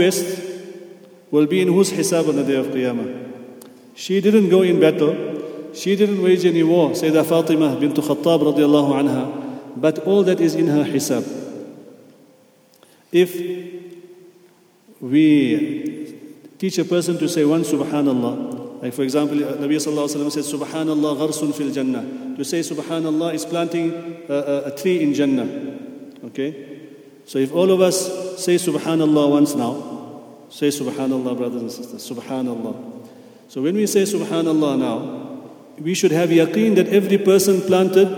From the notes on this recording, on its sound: at the Houghton Masjid (West Street)